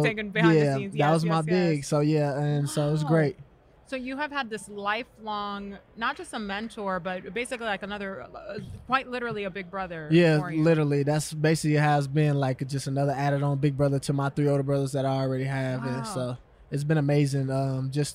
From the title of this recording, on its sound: Live From Radio Row